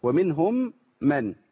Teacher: الميم الأولى دي دخلت في الثانية، عشان كده تلاقي الميم الثانيه عليها شده، فنركب غنى بقى